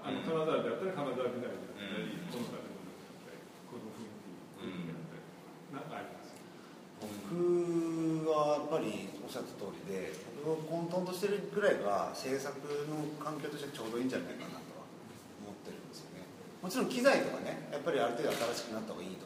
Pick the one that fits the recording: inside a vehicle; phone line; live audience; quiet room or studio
live audience